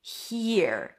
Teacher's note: It's an H sound, then a high E. He, and then you shift to the R.